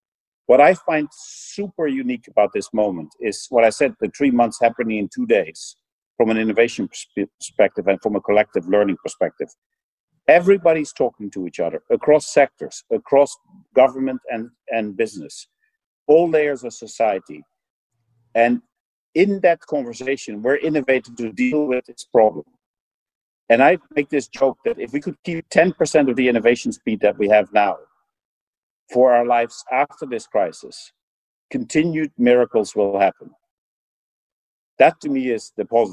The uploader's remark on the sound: Spoke via video conference in mid-April. This is an edited version of their conversation.